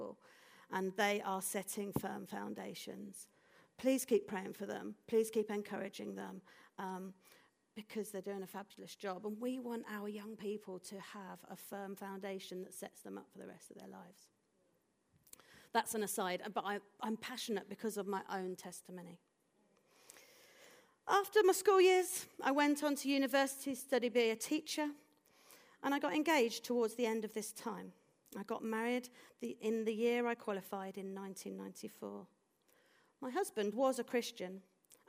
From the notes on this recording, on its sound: This audio was recorded at our venue in Putnoe.